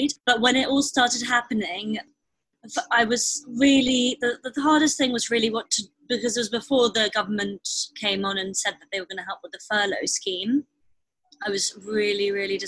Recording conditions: video call